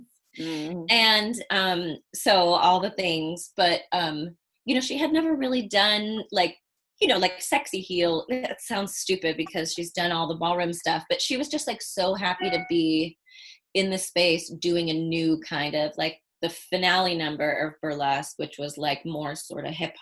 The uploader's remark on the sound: this podcast was brought to you from the safety of their own respective homes - thank you ZOOM